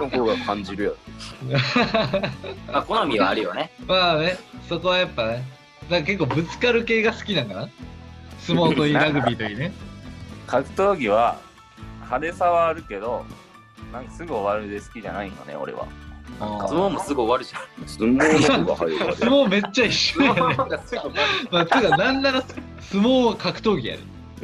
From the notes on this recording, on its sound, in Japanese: 私たちが住んでいる勝山は大雪状態により外出ができず、リモートでの収録となってしまい、お祭りなのにいつもより聞きづらい状態になってしまい申し訳ございません。